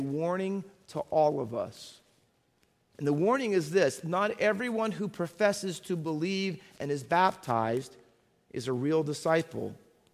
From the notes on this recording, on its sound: Faith Baptist Church in Hamilton, NJ.